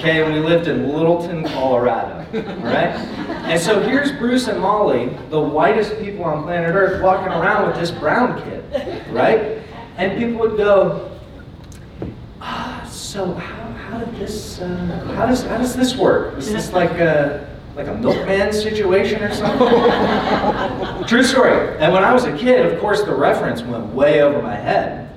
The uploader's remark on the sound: Keynote Presentation from Emergence '23. I recently presented at the annual Emergence Conference in Orange County.